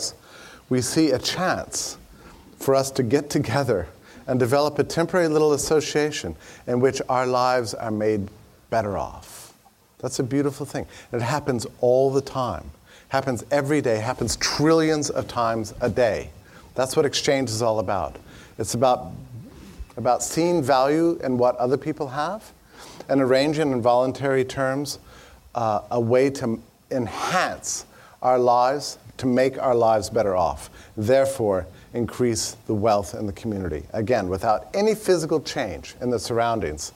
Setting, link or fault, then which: setting, live audience